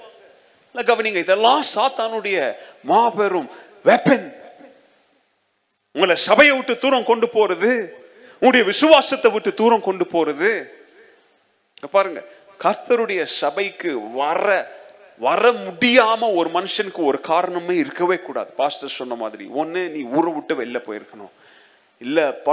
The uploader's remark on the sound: Second Service Sermon Live